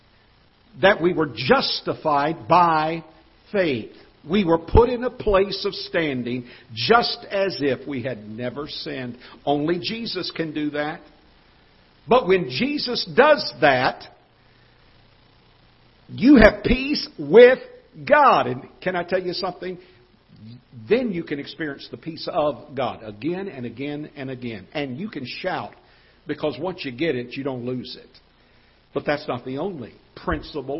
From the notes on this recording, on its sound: Ketha Heights Baptist Church ~ Live Broadcast.